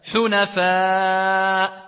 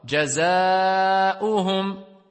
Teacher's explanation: On a l'allongement et la hamza dans le même mot. Donc on a ici un quatre temps qui est wajib, obligatoire. Parce qu'il est dans le même mot. · Term: al-maddul wajibul muttasil